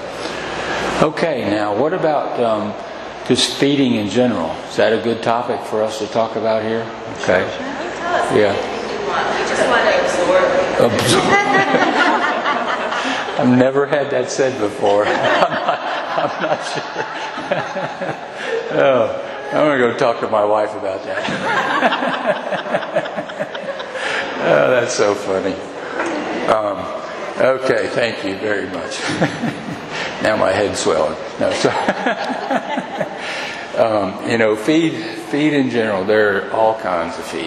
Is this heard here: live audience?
yes